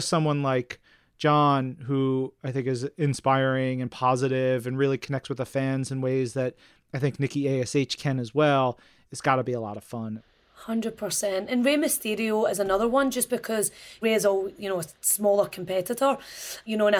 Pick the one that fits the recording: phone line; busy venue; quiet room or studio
quiet room or studio